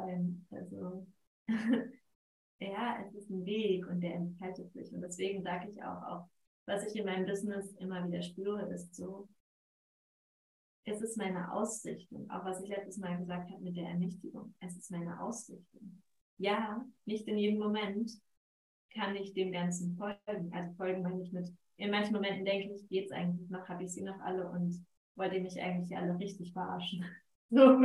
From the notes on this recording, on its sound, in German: Entschuldige die Tonqualität dieser Folge. Irgendetwas ist bei der Aufnahme schief gelaufen.